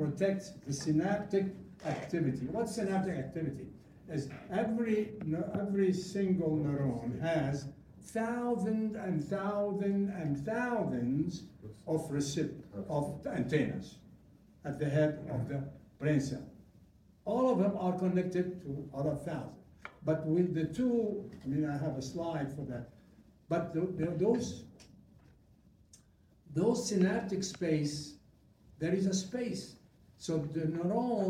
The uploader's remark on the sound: live audio